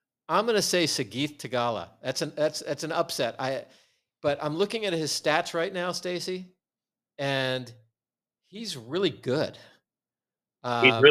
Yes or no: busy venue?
no